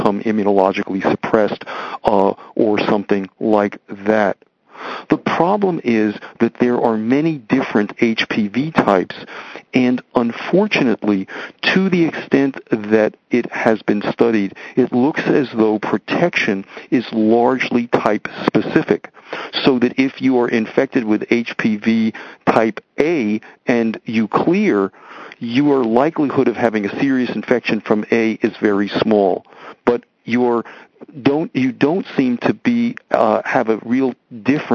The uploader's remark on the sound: Author in the Room® Teleconference